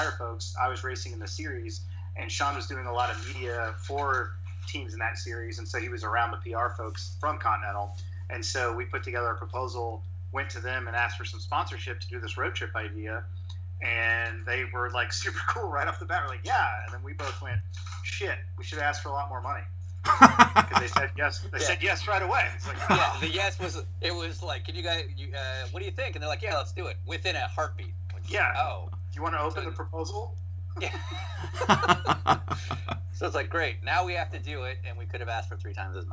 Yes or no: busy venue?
no